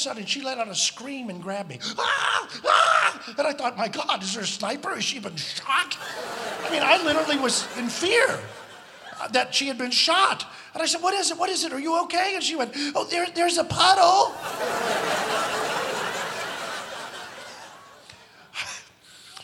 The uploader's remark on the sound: Live at the South Point Casino